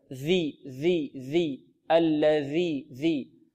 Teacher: قلنا الذال تخرج من طرف اللسان مع أطراف الثنايا العليا.